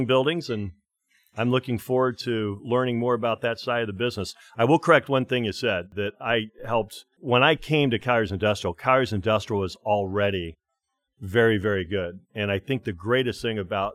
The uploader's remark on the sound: live from IAMC